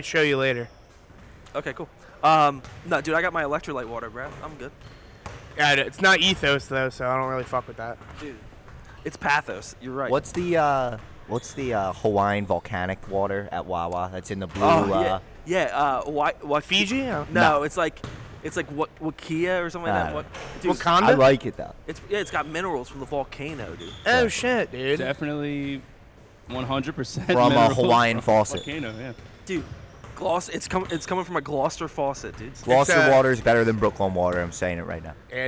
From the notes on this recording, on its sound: Live at Cherokee High School. The gang records live from The Jimmy V Foundation Tournament at Cherokee High School.